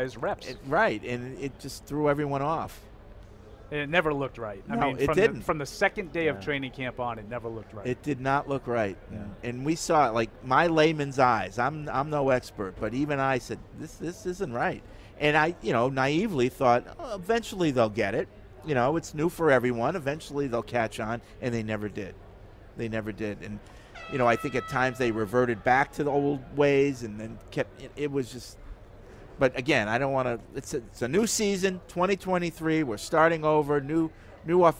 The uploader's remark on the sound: Tune-in as we broadcasted live from Day 1 of Patriots Training Camp.